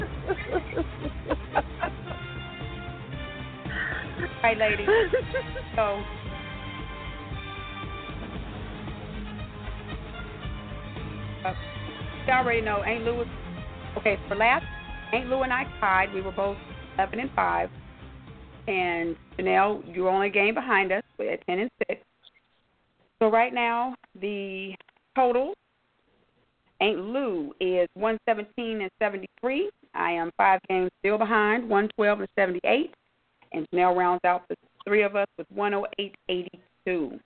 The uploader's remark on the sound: Your phone calls, comments, questions.